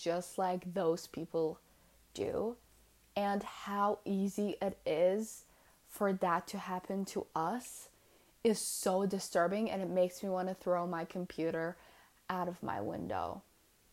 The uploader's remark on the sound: My hair keeps hitting the mic and makes a weird noise so i'm really really sorry about that.